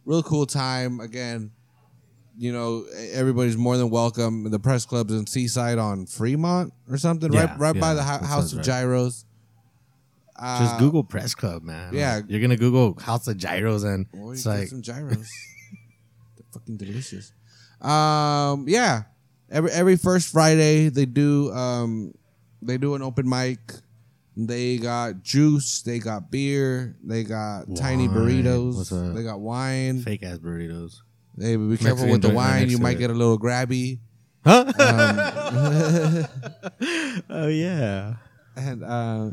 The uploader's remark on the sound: We are back at the Press Club in Seaside for their monthly open mic night. For the last year, people have been gathering on Fremont Blvd to read poetry, sing, and play all kinds of instruments.